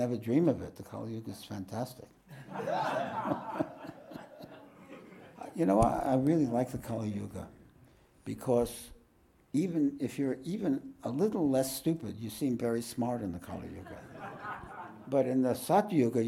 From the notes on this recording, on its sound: This podcast was recorded live at The Ashram in Mount Eliza on the 27th of May, 2023.